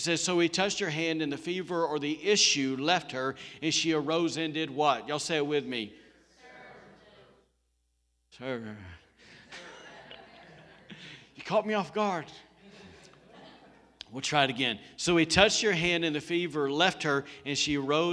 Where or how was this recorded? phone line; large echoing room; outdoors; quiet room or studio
large echoing room